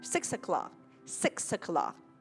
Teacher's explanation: các bạn để ý nó đọc nối cái âm 6 với âm a ha. 6 và nối với âm a thành 6er.